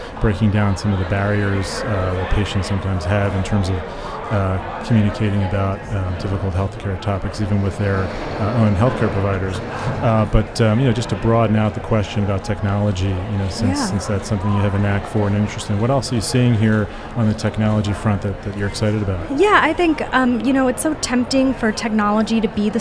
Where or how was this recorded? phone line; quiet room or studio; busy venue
busy venue